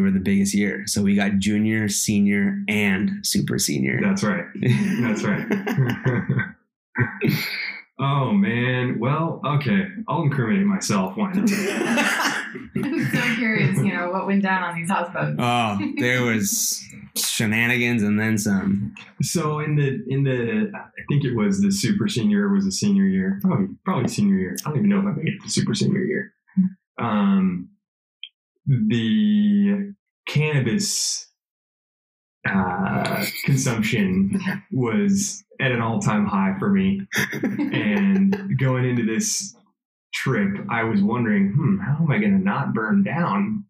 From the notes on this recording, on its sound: Audio issue so headphone users use caution. My apologies for the audio sounding off, won't happen again.